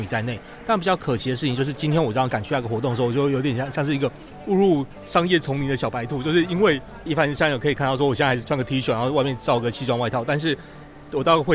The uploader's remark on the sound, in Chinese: 於COP27埃及會場錄音，分享現場觀察！分享現場特別的【公正轉型】攤位。